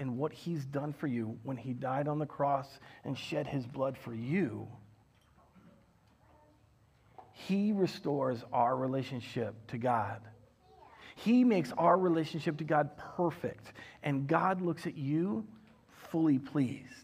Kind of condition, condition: setting, large echoing room